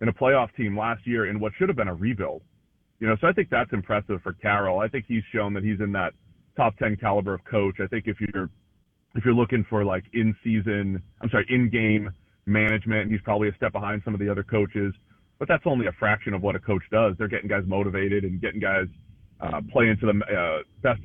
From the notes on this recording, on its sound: Joins the show on the Farm Bureau guest line talking all things NFL live in the BankPlus Studio.